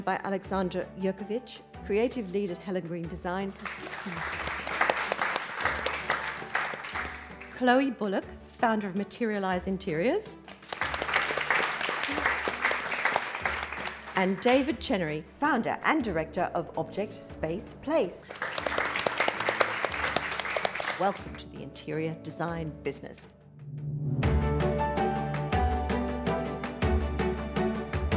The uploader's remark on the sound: This episode was recorded in front of a live audience of designers gathered at the newly renovated showroom of sofa.com in Chelsea.